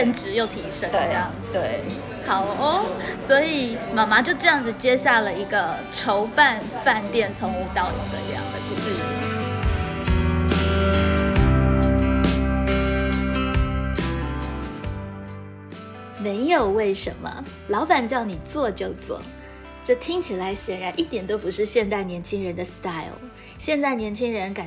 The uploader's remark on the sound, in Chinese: 本集錄音現場環境較為吵雜，但內容精彩難以割捨，因此已盡量作最大降噪的處理